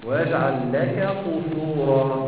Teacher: أي نعم المخرج واحد بس الكاف أسفل القاف